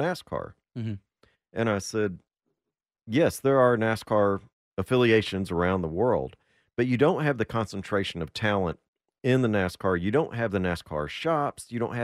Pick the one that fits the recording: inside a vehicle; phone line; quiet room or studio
quiet room or studio